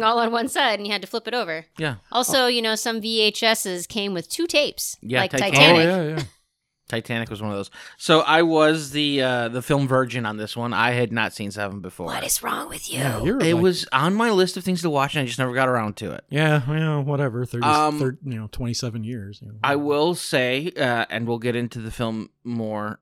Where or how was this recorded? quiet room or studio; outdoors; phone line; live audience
quiet room or studio